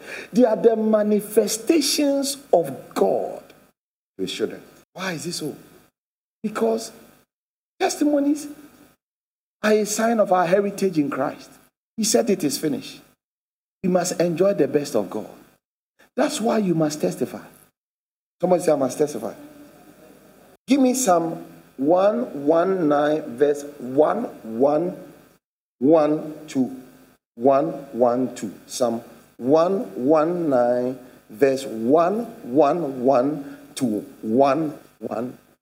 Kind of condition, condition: setting, large echoing room